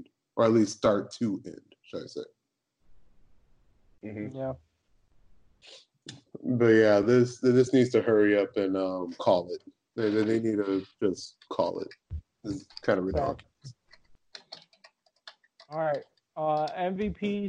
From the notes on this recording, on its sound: We bringing you another dope episode remote this time because we had some technical difficulties with our in-person episode last time.